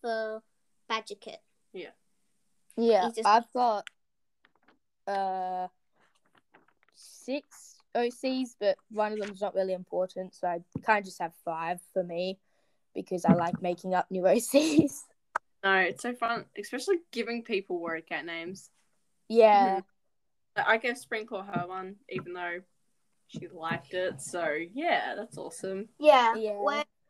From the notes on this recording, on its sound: Audio quality is very bad.